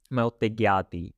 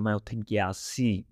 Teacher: in some area of Malwa, is spoken T instead of C at the end · Shown in: first take